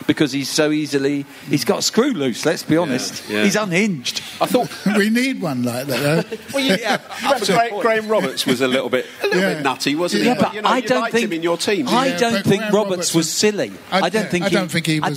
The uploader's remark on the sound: at the Xmas Live Show